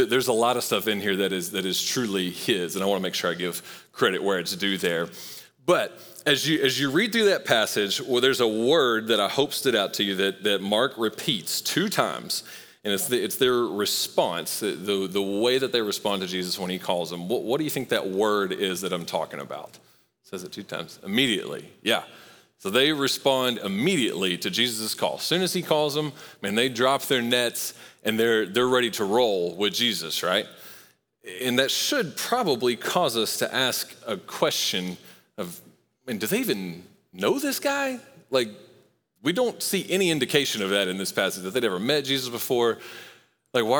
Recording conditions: large echoing room